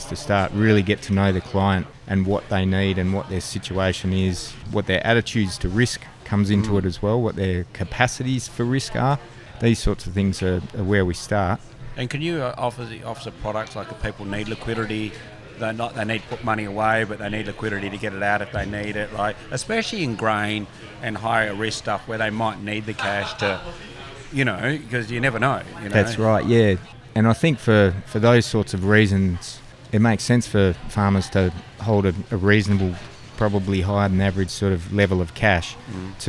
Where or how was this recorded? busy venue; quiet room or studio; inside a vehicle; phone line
busy venue